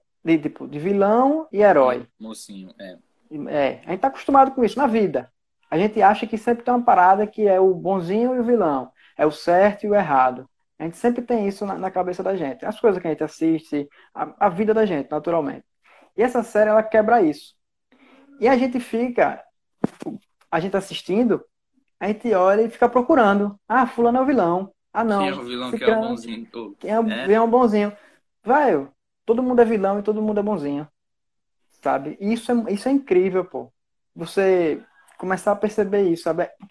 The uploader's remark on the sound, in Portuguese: Esse episódio surgiu de uma Live que fiz no instagram